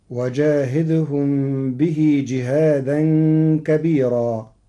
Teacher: قرأ ورش كلمة كبيرا بترقيق الراء المنصوبة المنونة وصلا ووقفا لوجود ياء ساكنة قبلها